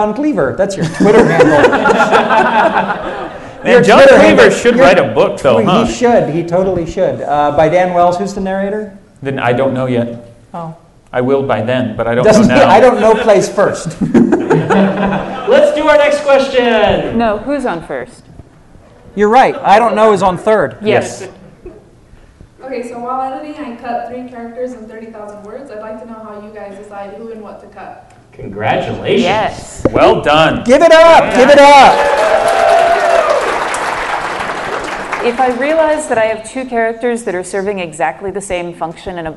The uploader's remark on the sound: Q&A at UVU part 2. Recorded live at Utah Valley University, here's another Q&A episode from the LTUE Symposium!